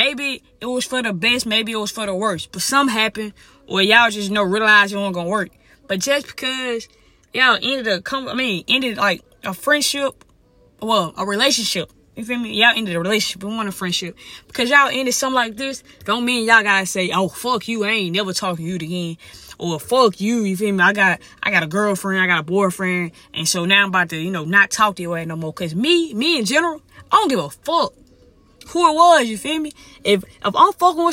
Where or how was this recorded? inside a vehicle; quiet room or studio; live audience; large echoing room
inside a vehicle